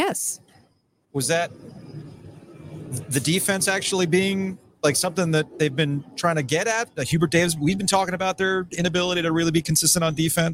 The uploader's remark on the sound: close out 2023 live from Raleigh Times.